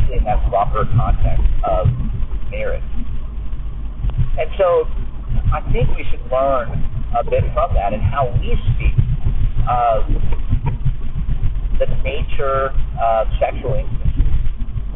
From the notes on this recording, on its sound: I know, I know its such a horrible recording